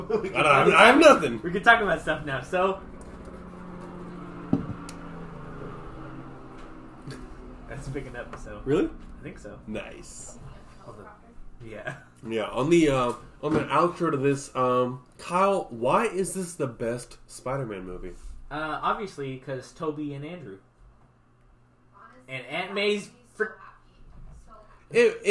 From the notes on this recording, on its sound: I apologize for any rough audio.